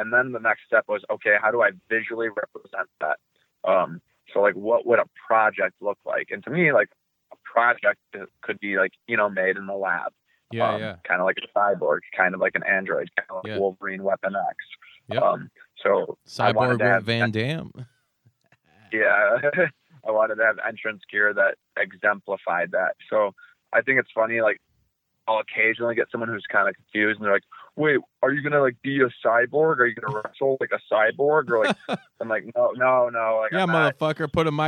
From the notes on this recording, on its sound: via phone